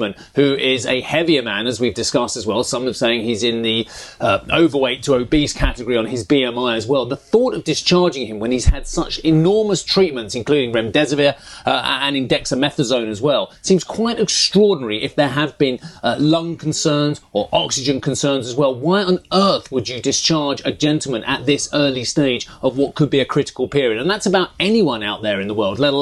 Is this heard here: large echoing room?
no